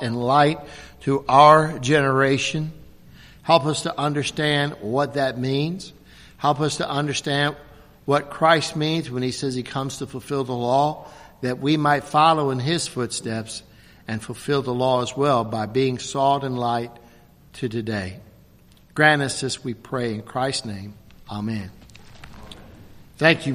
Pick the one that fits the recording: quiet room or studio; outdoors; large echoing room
large echoing room